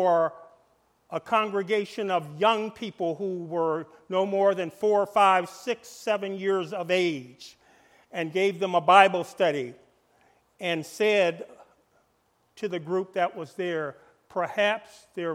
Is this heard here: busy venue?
no